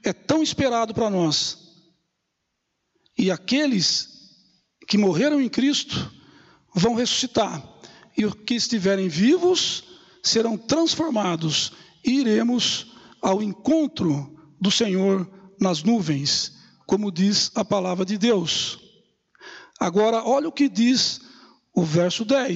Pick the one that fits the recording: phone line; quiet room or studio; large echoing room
large echoing room